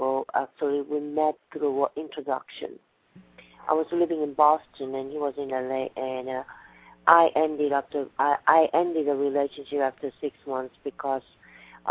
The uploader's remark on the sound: live call-in radio talk show